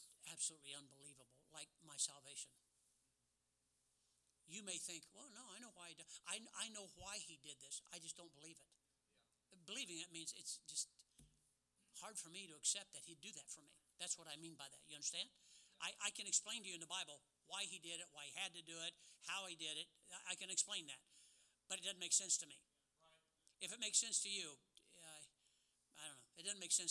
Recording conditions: large echoing room